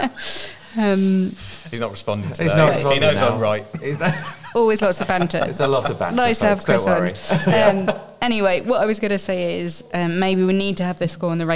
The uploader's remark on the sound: It's another special episode, this time recorded during SJLHS Sixth Form open evening.